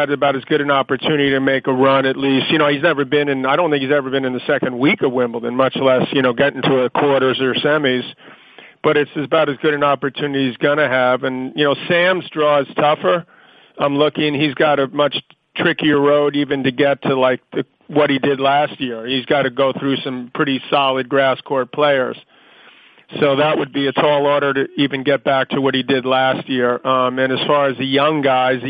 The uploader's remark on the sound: Wimbledon Conference Call.